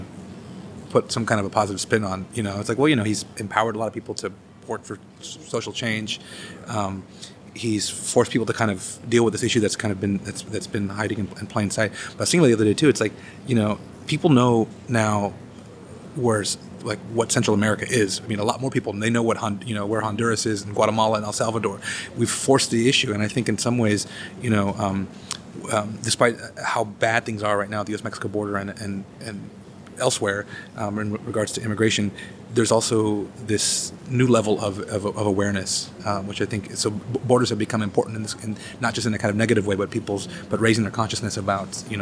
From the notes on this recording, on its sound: We’ve got a roving mic on the loose. Roamed the halls of the 2019 joint meeting of the American Anthropological Association and Canadian Anthropology Society in Tkaronto/Toronto.